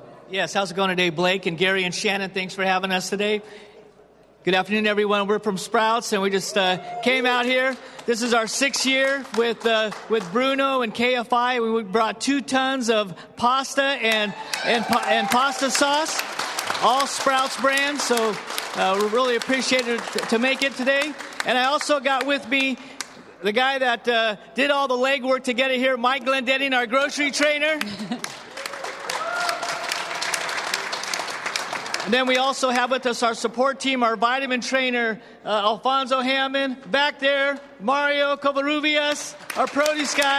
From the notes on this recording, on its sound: Live from the KFI Pastathon. Live at the Pastathon in Anaheim.